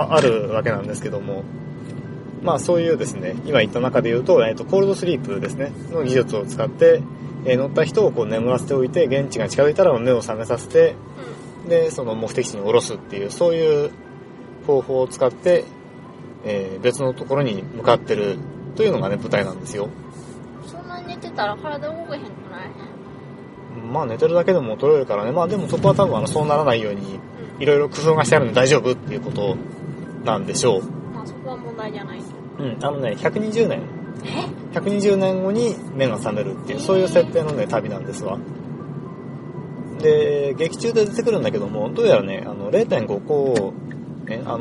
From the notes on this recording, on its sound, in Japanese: 映画「パッセンジャー」を観に行った帰り道での収録です。